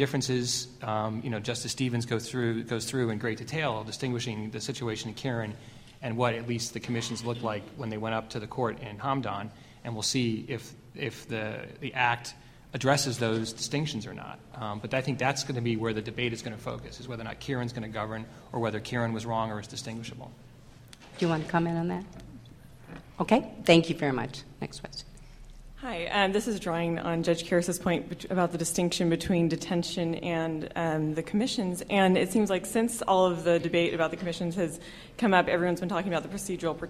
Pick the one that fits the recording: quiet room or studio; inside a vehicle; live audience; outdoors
live audience